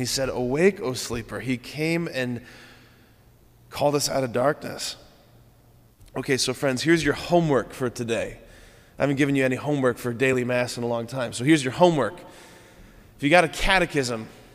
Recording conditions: large echoing room